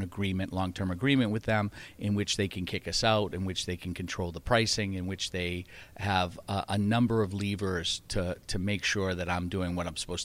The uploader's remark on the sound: tunes in from Broadband Communities in Houston for an interview